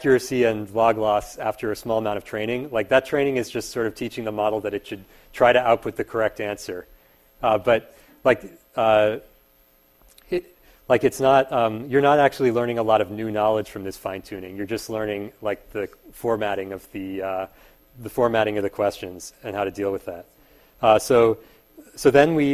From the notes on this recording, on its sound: Part of a series of public lectures at Berkeley this spring.